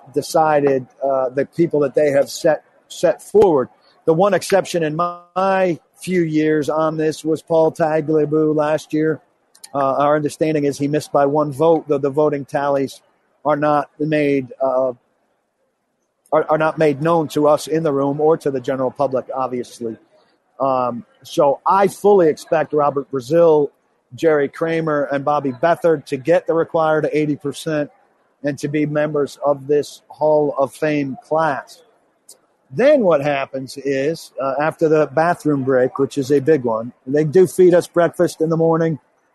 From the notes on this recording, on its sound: Live from Radio Row in Minneapolis - site of Super Bowl LII.